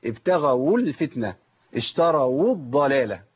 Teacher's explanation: لازم اجيب الواو واحركها بالضم